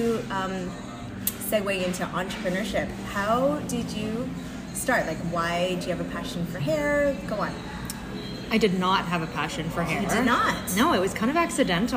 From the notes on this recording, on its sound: Raw and unedited episode we recorded over lunch in a small restaurant close to home for us both called "The Country Cabin" in Shelburne, Ontario, Canada.